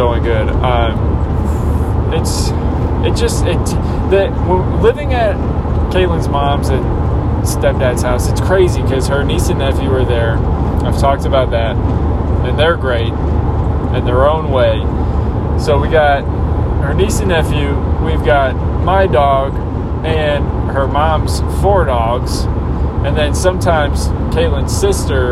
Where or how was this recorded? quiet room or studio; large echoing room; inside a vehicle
inside a vehicle